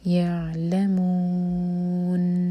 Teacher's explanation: सुकून के बाद लाम पर जोर और फिर मून चार हरका लंबा और आखिर में नून ज़ाहिर हो जाए